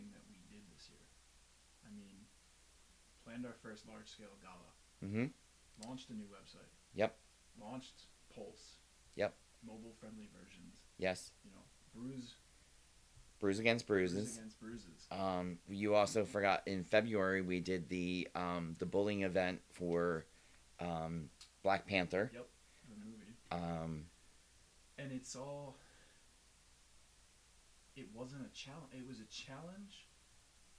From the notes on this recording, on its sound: What we didn’t know at the time was much about recording – which would explain why the audio is a little low.